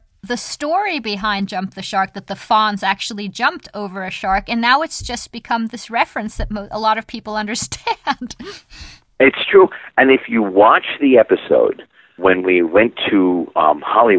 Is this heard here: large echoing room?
no